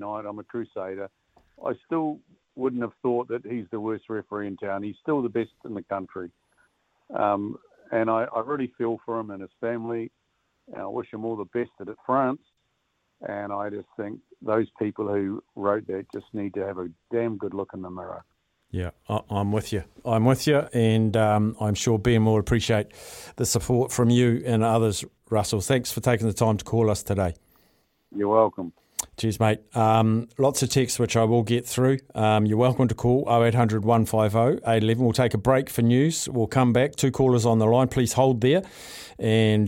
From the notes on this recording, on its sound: listeners call